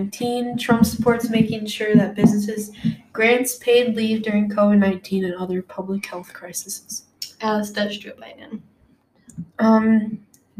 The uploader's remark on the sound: There is some background noise, so we'll try and fix that at later.